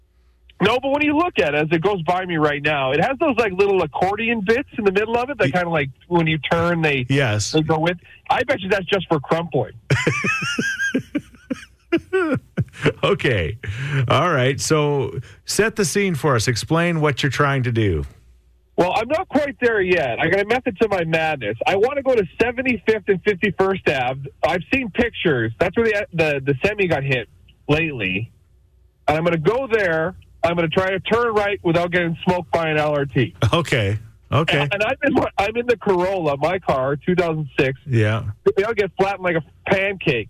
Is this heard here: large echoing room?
no